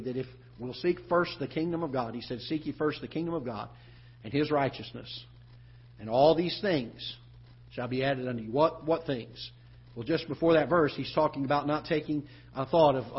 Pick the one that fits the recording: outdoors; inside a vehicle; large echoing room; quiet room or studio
large echoing room